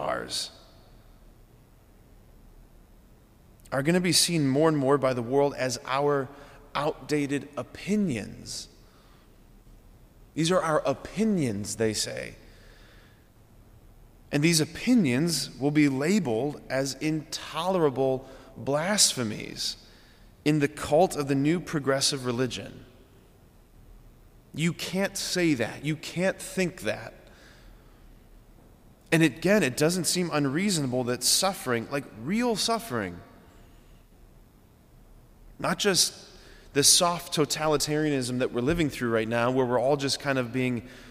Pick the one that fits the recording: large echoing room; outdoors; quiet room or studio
large echoing room